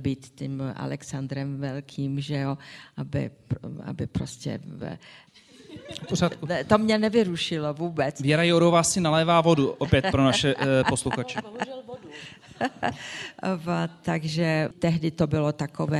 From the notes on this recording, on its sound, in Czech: natočili živě s publikem v pražském Divadle Na zábradlí